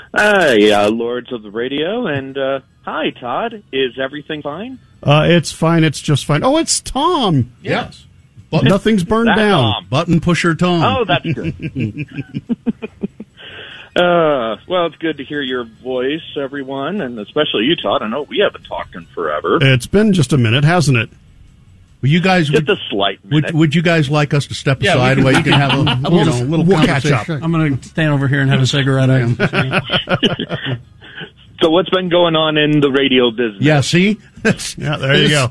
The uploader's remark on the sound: Listeners have a chance to call in.